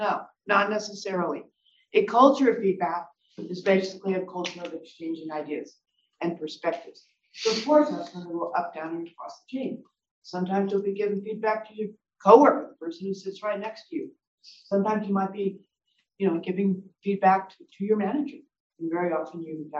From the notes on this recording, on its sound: This is the audio from that webinar.